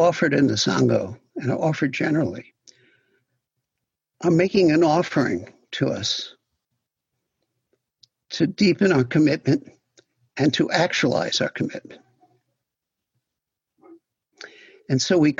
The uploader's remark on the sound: Zoom, 9/5/2020. In open discussion with the on-line sangha.